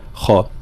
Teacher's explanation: كلمة أخاه لابد من ترقيق الهمزة تفخيم الخاء